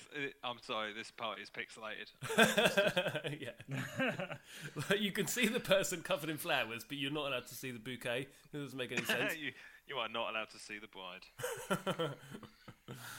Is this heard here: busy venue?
no